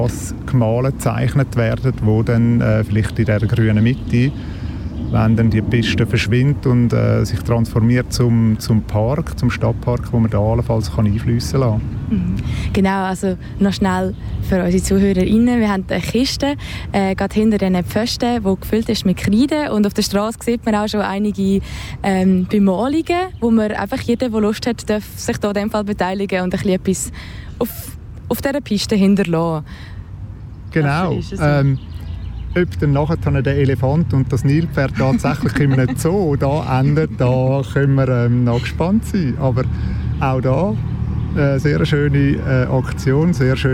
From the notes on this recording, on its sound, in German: Deshalb zog unsere Ausbildungsredaktion los und sendete in dieser Woche live vom Ufer der Limmat.